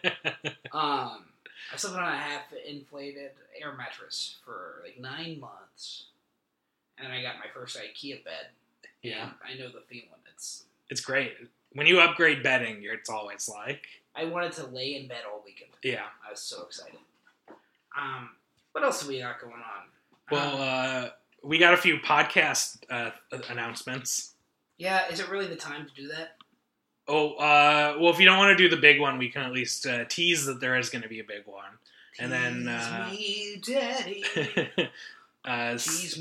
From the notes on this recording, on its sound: Is the audio on this episode fucked up?